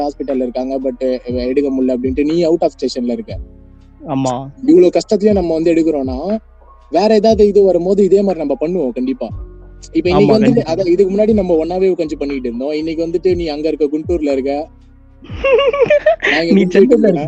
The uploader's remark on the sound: Phone Call. Were not together to Record. Apology for the audio.